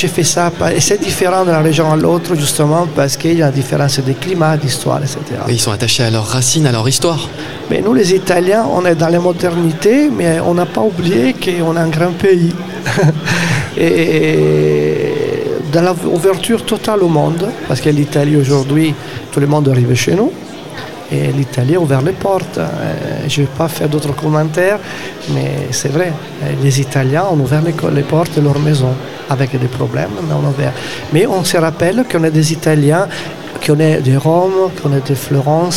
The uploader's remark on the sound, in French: Dans le cadre de la Foire Internationale de Montpellier 2023, Radio Aviva était en direct depuis le Hall B2 pendant neufs jours.